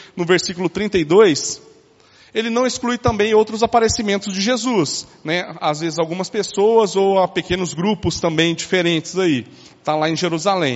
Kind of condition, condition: setting, large echoing room